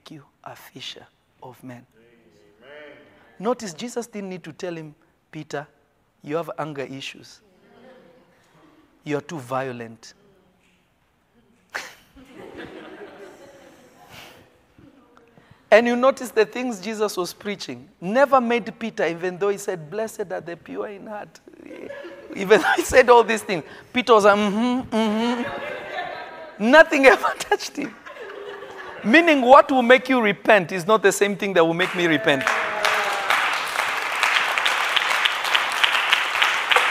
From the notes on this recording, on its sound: This episode was recorded live from REVEALED.